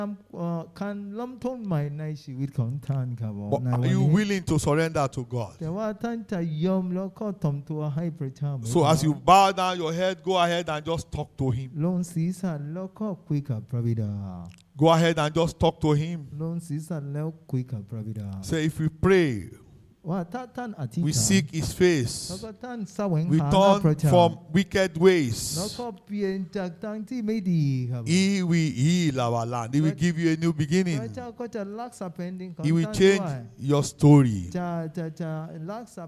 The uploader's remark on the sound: This sermon was Preached Live